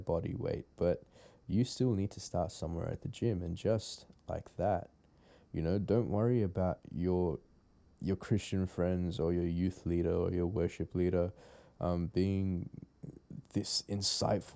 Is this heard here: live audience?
no